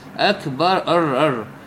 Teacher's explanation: من يشدد الراء راح يصير عندنا حرفين لحرف الراء